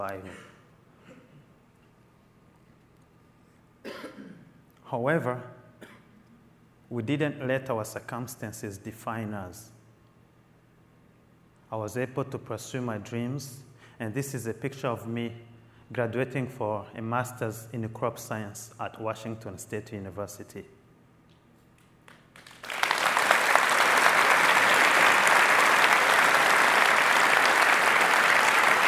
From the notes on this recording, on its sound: Keynote at Mastercard Leadership Conference